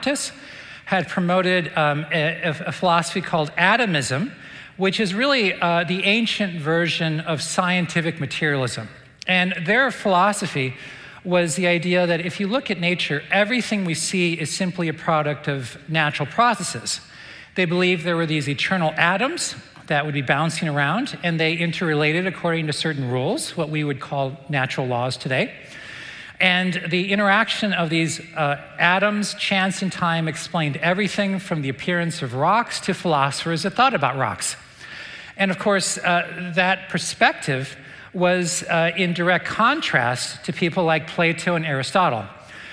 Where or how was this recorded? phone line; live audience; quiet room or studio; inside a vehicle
live audience